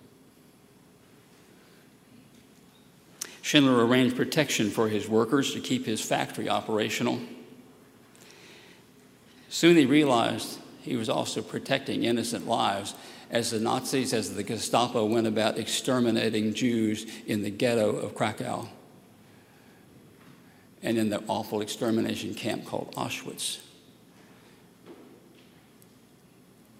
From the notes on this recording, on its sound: at Highland Baptist Church, Louisville, Kentucky